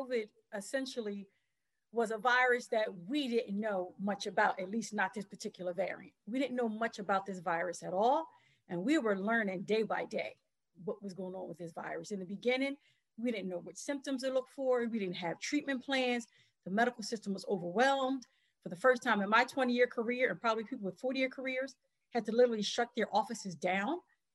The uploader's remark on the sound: In this special edition of Flashpoint LIVE taped before a virtual audience.